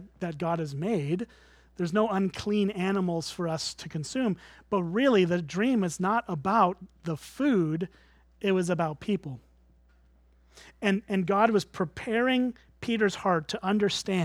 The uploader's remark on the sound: at Springbrook Church in Antigo, WI